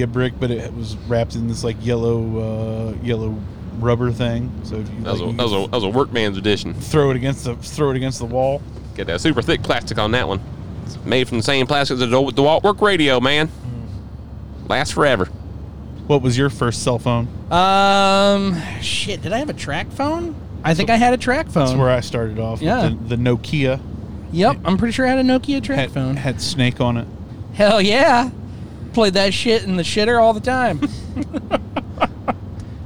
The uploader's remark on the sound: This episode we decided to do something different and did the show in the van coming back from Findlay East.